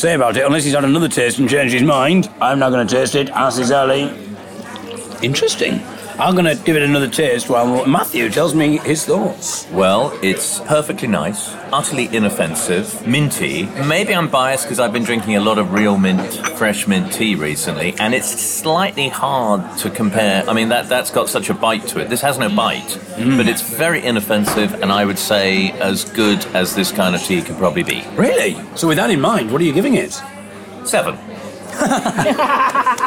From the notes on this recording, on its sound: live from Folk East Festival in Suffolk